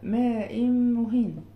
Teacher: انا عندي تنوين دلوقتي في كلمه ماء بالكسر وبعديها كلمه مهين، كل اللي هعمله هو اتمام حركه الهمزه المكسوره ثم الانتقال الى مخرج الميم والنطق به كانه حرف واحد مشدد · Term: الادغام